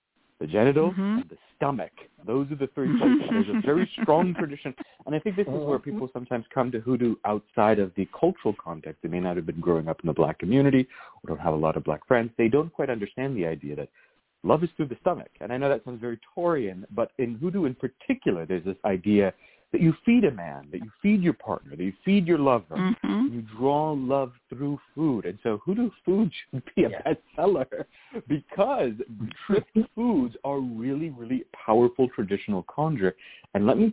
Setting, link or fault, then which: link, phone line